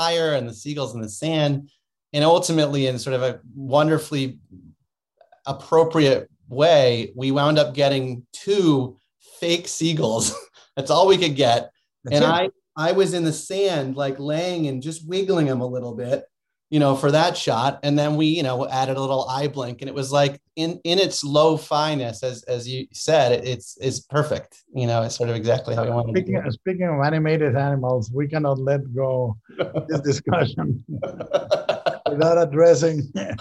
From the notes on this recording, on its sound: In a spoiler-filled virtual Q&A.